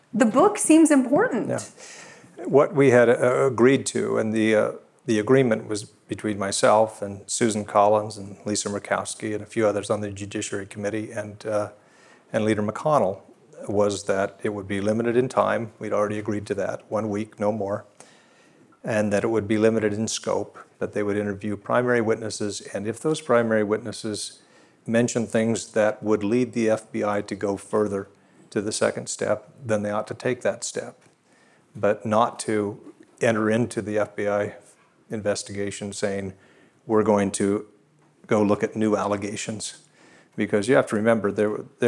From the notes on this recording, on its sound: This conversation was recorded live at the Texas Tribune Festival in Austin, TX.